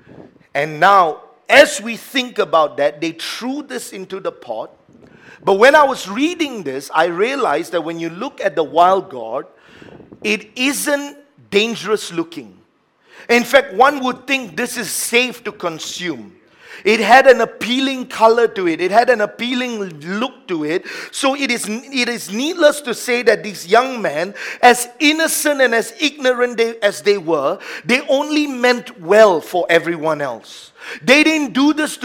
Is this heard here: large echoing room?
yes